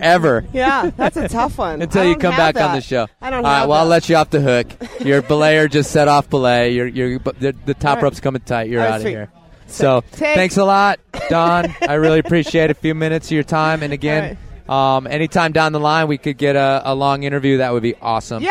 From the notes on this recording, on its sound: We blaze through four separate mini-interviews with four excellent climbers recorded at the 2014 Redrock Renedezvous.